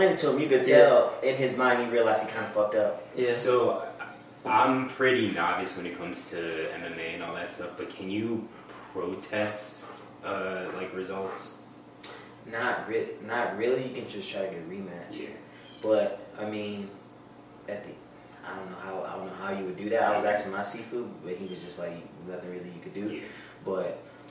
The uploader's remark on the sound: We had audio issues first 16:14 will be mostly camera audio